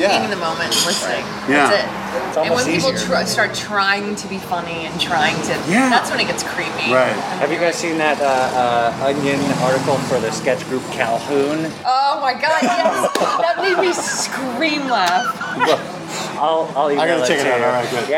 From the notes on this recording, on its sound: at The Mohawk Bend in Echo Park